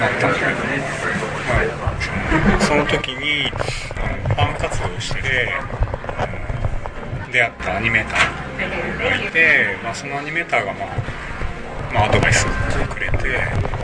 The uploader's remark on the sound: Conducted at Otakon 2006.